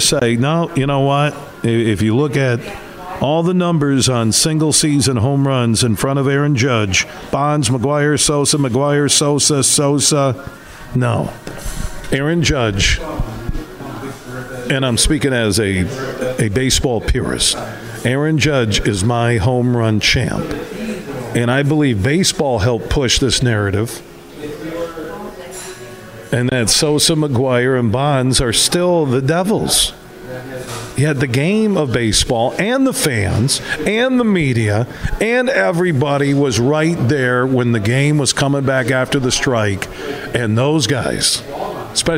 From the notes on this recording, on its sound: we're broadcasting live from the American Dunes Golf Club in Grand Haven